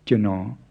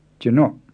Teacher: It's pronounced with a creaky tone instead of a low tone. · Shown in: second take